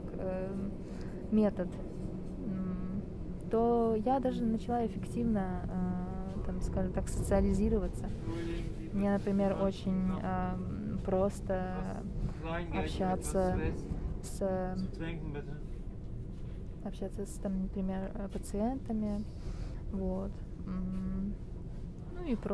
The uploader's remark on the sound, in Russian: После утренней смены в поезде рассказываю о своём дне. Несмотря на качество звука и уставшей, но все же счастливой меня, решила поделиться своими впечатлениями после работы.